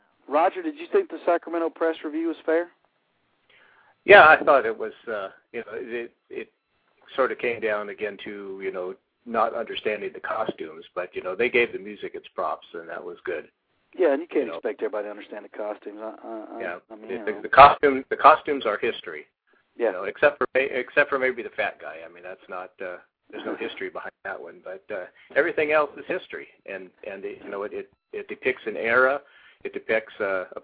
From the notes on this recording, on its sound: your phone calls